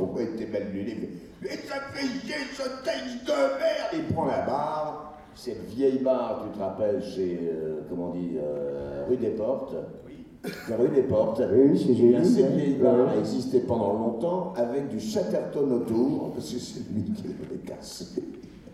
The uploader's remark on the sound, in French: Conférence TGS Springbreak 2017. Le panel des acteurs dont on connait plus la voix que le visage.